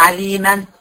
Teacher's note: هديها مد بالألف واسمه مد عوض، بعوض عن التنوين بمد الألف